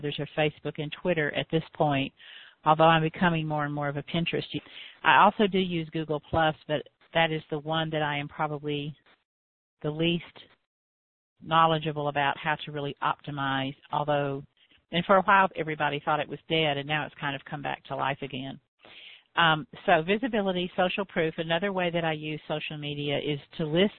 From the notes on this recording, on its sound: I answered some common questions on this live Q and A call.